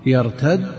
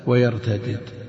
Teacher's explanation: عندنا إدغام وفك في كلمة واحدة، جاءت مرة بالإدغام ومرة بالفك